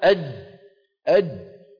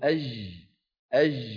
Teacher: الجيم الفصيحة مخرجها مقفول تماما، وليس كالجيم التي نستعملها في بعض البلاد العربية، الجيم العامية الرخوة. الرخوة يعني لا نلصق وسط اللسان تماما، بل يبقى بينهما مجال لمرور الصوت، كبلاد الشام مثلا أو بلاد المغرب.